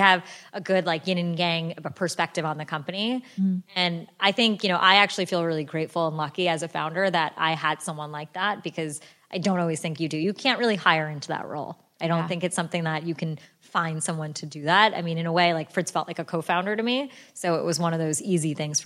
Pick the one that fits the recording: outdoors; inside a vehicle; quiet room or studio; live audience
live audience